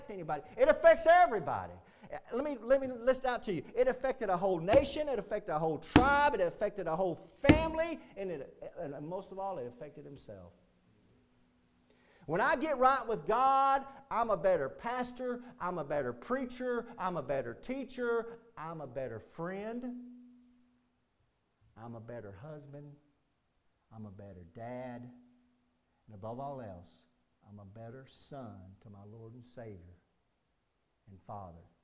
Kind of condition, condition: setting, large echoing room